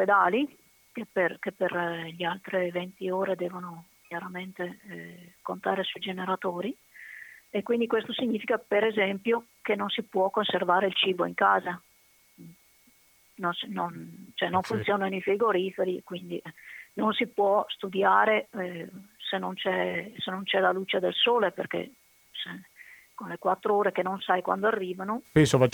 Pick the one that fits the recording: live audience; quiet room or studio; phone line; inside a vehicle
phone line